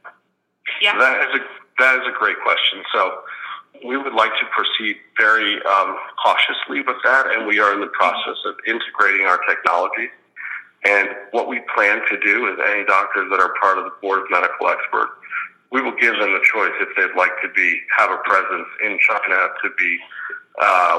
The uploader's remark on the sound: Conference Call